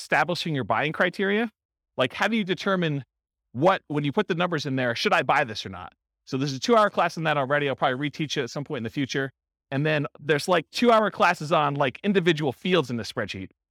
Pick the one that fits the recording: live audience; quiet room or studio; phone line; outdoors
live audience